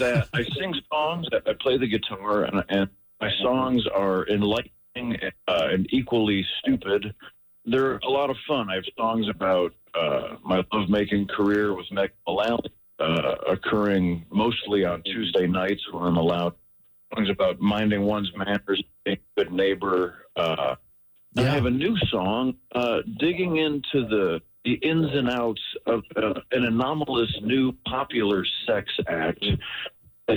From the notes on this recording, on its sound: called